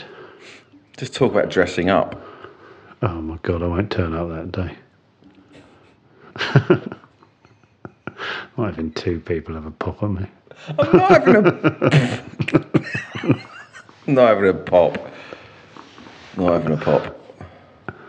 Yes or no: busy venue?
no